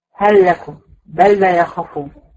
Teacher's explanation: كده احنا بنضغم اللام